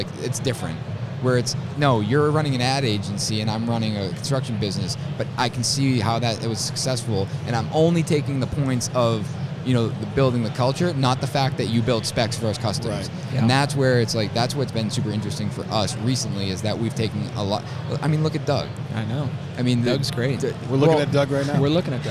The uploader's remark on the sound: LIVE FROM IBS. This week on The Building Code we are LIVE from Las Vegas at the International Builders’ Show!